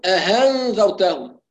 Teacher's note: بعض الناس يظن أن التسهيل عبارة عن هاء، فيضغط على مخرج الهاء ولا يخرج همزة مسهلة فيقول أهنذرتهم.